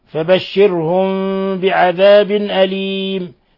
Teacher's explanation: تنوين كسر جاء بعده الهمزة إظهار حلقي